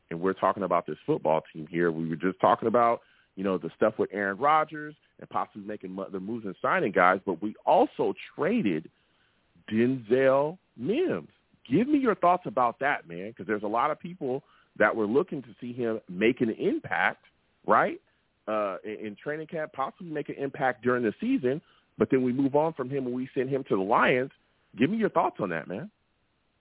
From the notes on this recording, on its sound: I take live callers!